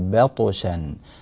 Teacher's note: نرقق الباء فنقول بطشا في الآية · Term: ترقيق الباء